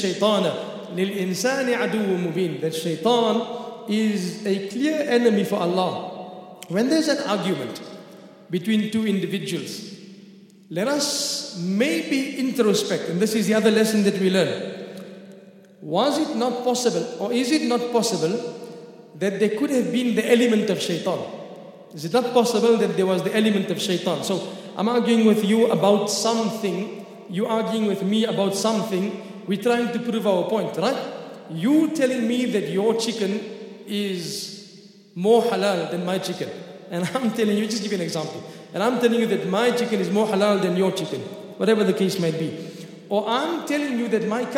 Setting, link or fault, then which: setting, large echoing room